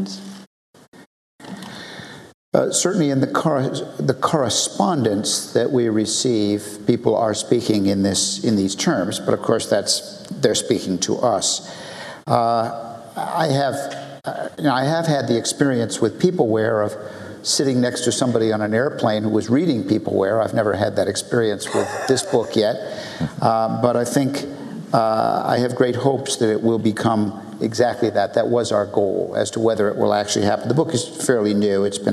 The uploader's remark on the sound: This is a session recorded live at OOP 2009 .